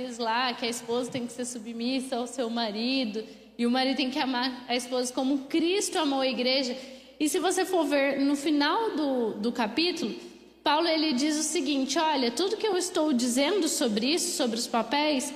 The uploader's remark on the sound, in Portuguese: Mensagem ministrada ao vivo